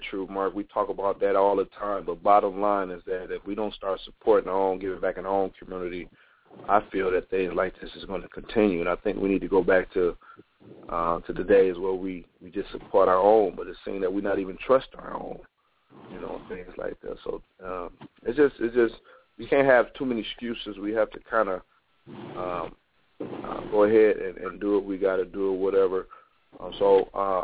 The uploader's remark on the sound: open up the phone lines